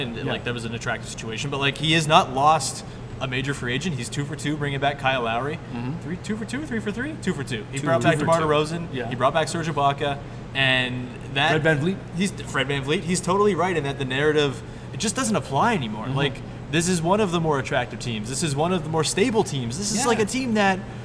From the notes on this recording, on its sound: Live at Media Day! Live from Scotiabank Arena, site of Raptors Media Day.